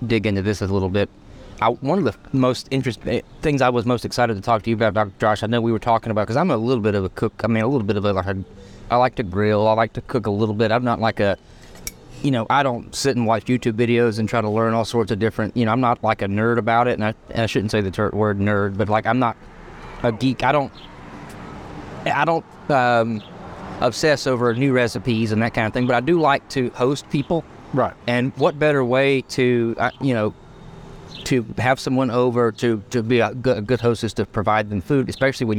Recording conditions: outdoors